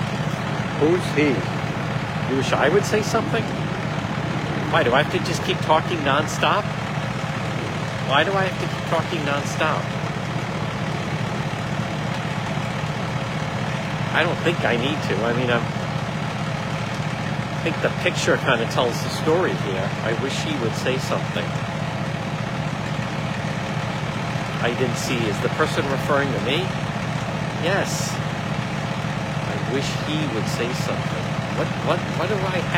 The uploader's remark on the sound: On-the-scene Live-stream Warwick RI car in water.